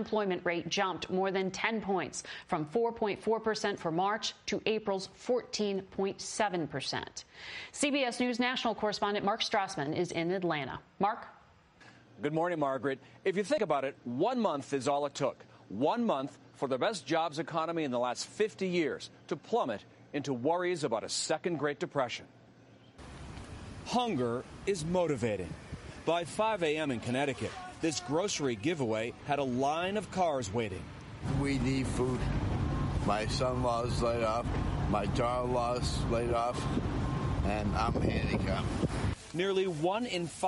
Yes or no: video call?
no